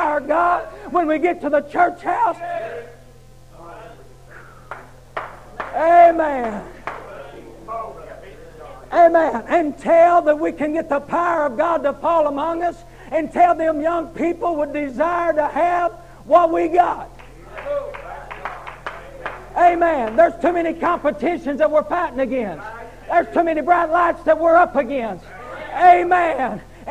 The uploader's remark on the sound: Preaching at Harvest Time Holiness Church in Abington, VA. Was broadcast on Echoes of Holiness Radio in 2021.